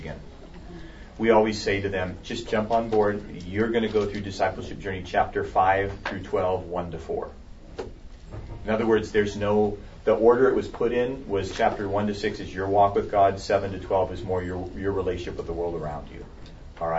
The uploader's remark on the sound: A Live Small Group Demonstration. The following audio comes from the 2016 National Disciple Making Forum with Discipleship.org.